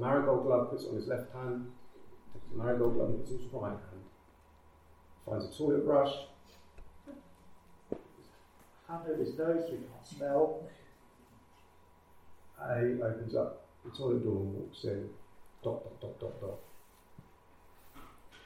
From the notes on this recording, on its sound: Recorded with external mics - hence slightly lower sound quality.